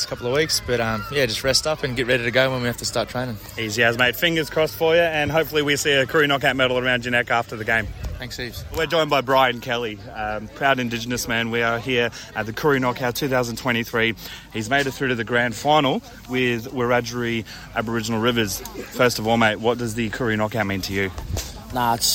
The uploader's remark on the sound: we went on location to the 2023 Koori Knockout